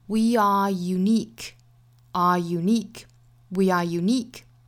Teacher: 这里面的 unique 虽然是以元音字母 u 打首，但是从发音角度来说啊，它是辅音打首，所以跟前面的元音是连读不上的